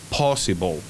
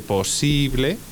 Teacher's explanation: En vez de posible, se pasa el acento al principio · Shown in: first take